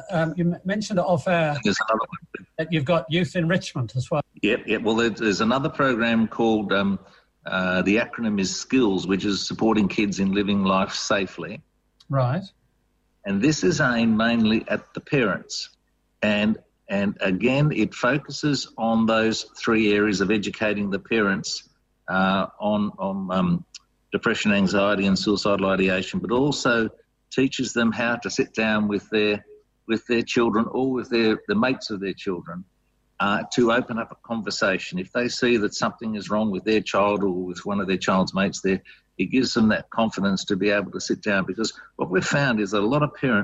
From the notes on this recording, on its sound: Enjoy this interview, by Zoom.